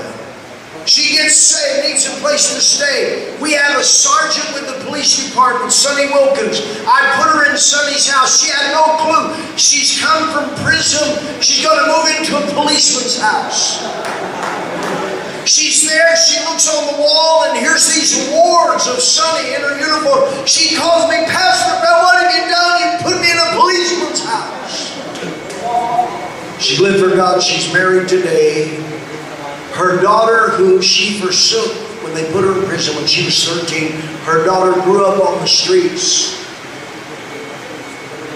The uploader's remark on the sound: LOW SOUND QUALITY